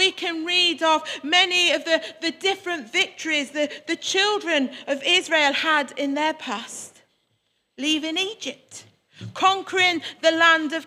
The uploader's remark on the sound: Worship from Morley Salvation Army, originally broadcast live in February 2021